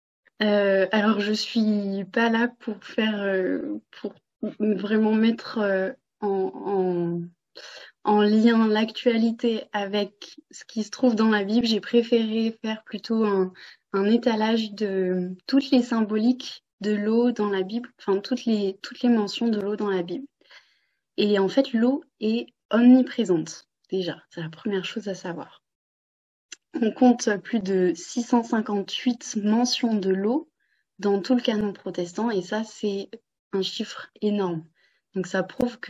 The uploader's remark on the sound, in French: Replay audio d'un webinaire enregistré le 16 mars 2023